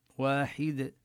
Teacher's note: وننتبه لكسر الحاء ونقلقل الدالة إذا وقفنا